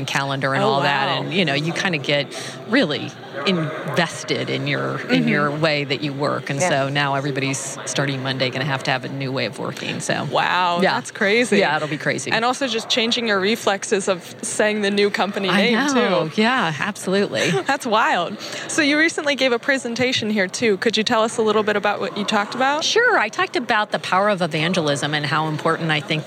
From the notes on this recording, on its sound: The 3Pillar team interviews many of the speakers and attendees at Industry Summit 2017, a product- focused conference that features talks from a wide range of product leaders and tech visionaries.